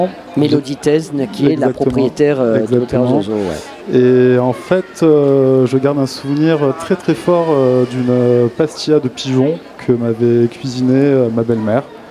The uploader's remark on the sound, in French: Radio Grenouille au Festival Kouss Kouss 2022 - Bistro du Petit Saint-Louis. Installe son plateau radio à la Brasserie du Petit Saint-Louis à Marseille, au cœur même du quartier Noailles.